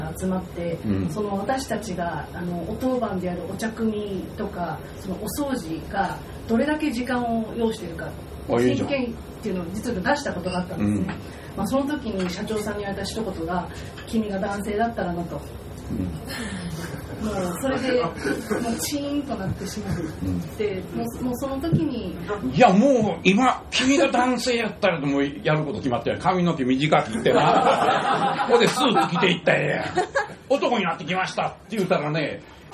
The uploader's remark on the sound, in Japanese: 土曜日はライブハウスで問題解決！』。赤坂エルカミーノさんで行った公開収録の第一弾です。少し食器の音などがうるさいですが、それもライブハウスの雰囲気として。